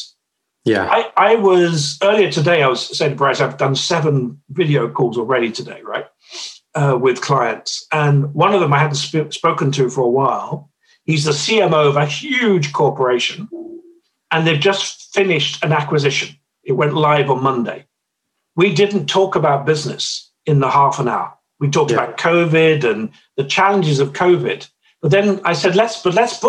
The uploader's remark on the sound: this episode was first recorded as a webinar in Feb 2021 and converted to a podcast so we could all enjoy it away from our screens